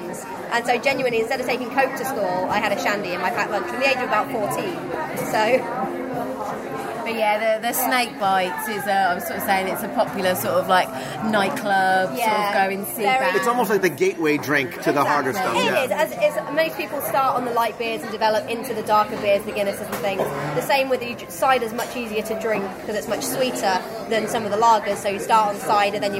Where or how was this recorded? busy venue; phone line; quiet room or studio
busy venue